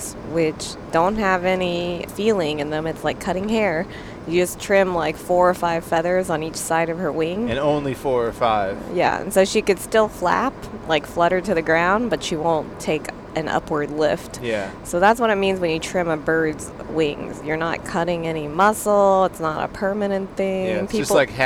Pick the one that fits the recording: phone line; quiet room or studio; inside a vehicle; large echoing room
inside a vehicle